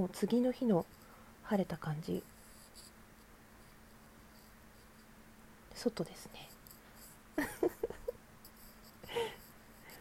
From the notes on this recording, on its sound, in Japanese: From Radiotalk。雑音入ってしまってごめんなさい。